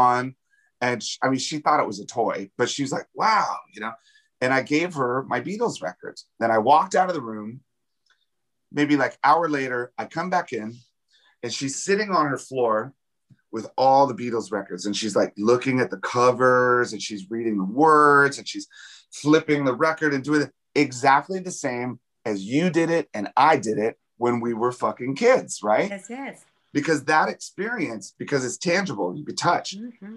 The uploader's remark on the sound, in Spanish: fue vía zoom